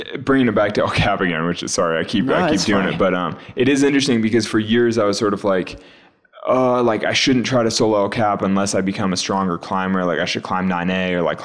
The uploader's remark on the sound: though I was running around The Salt Palace like crazy, I got it on tape for all of you to hear